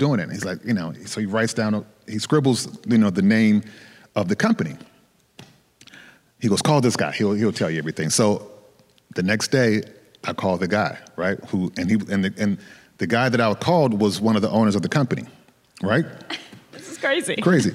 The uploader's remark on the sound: Special Live Episode. The SeriesFest team traveled to Berkeley, California for a special live taping on the University of California campus. To the students, staff, and audience.